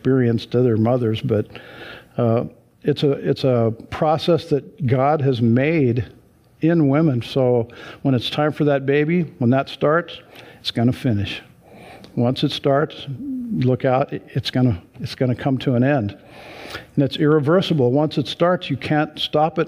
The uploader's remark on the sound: Sunday church service livestream.